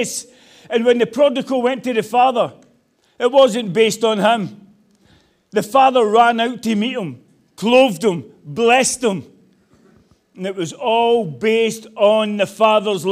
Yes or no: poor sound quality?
no